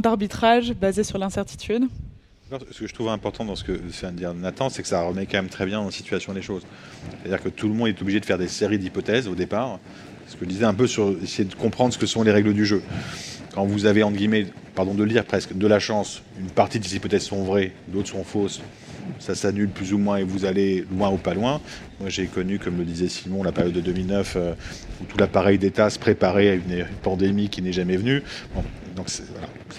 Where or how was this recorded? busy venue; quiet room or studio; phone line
busy venue